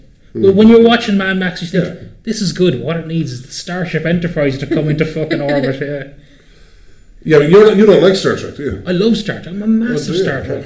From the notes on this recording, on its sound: This was recorded in a much bigger room this time due to preparations for The Galway Games Expo. As a result of this, the recording may contain a lot more reverb than usual.